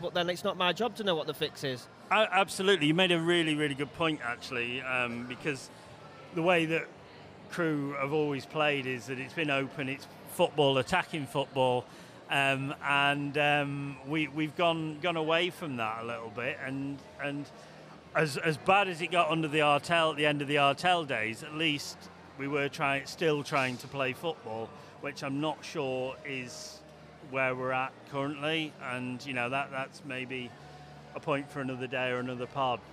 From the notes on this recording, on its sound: Live From Crewe Market Hall. We are on the road at the Market Hall.